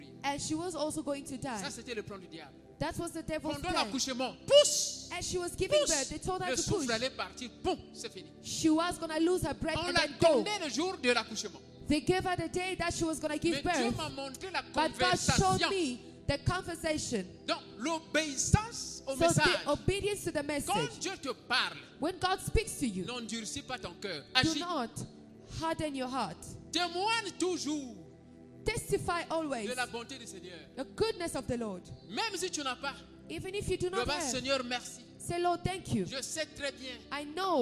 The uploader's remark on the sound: Sunday Live Service